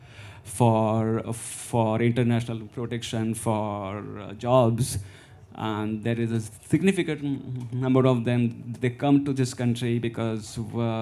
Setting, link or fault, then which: setting, live audience